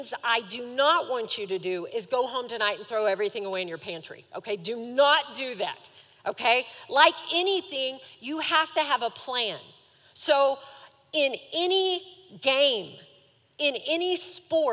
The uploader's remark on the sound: Recorded live during our Wednesday night service